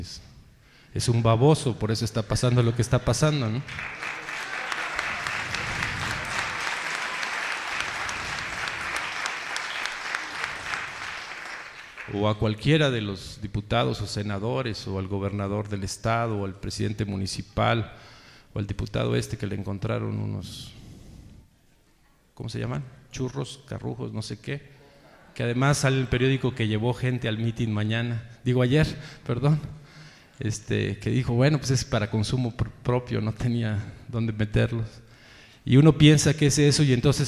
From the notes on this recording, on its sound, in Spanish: Reunión con adherentes en Querétaro. Reunión en el Teatro de la República, Querétaro.